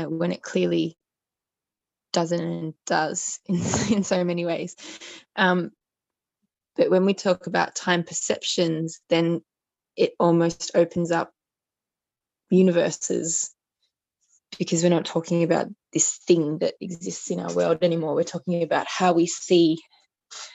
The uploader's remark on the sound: A third zoom call